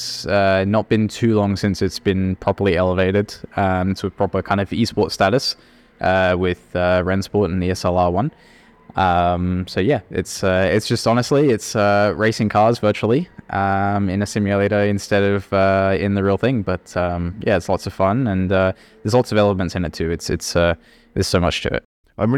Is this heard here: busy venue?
yes